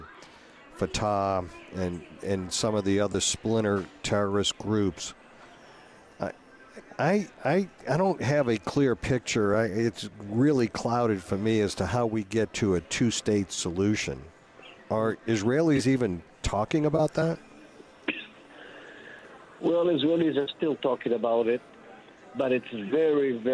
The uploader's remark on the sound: broadcasting LIVE from from Caesars New Orleans!